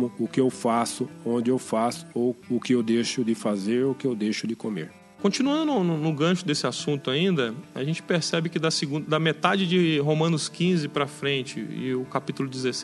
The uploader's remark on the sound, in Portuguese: Na IASD Jardim Samambaia. EQUIPAMENTOS Mixer Behringer Xenix QX1002USB Microfone Senheizer e835 Fones In-ear AKG IP2 Macbook Pro Mid-2009 Software Audacity 2.2.0 Software Audition 11.0.0.199 Software Garage Band 10.2.0.